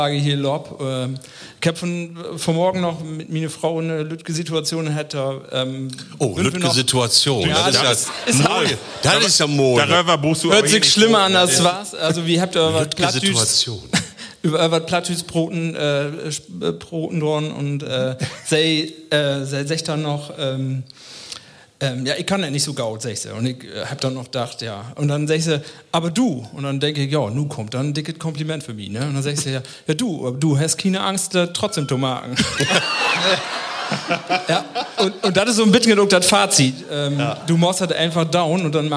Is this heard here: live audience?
yes